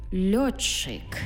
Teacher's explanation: «Ти» і «чи» і утворюється в нас подовжений звук «чи»